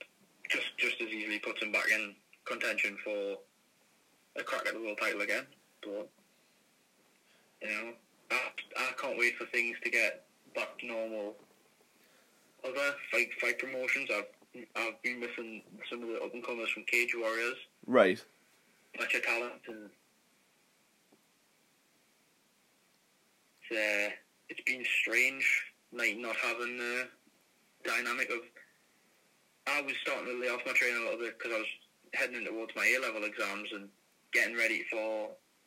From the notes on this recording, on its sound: Via a phoned in interview.